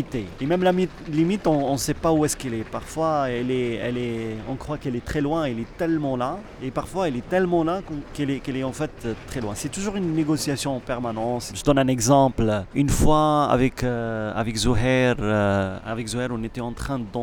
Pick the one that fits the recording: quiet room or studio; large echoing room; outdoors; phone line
outdoors